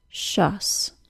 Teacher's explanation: The initial consonant sound, whether it's a T or a C, is pronounced as an SH sound. Then the vowel sound can be thought of as either schwa or the short U. Dictionaries mostly transcribe the sound as schwa, which essentially is a very quick short U, Finally, the last consonant of the suffix is an S sound, just as we'd expect.